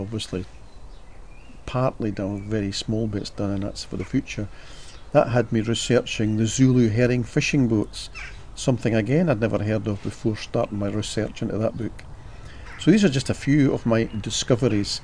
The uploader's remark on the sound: Recorded in the great outdoors in compliance with the pandemic public health rules.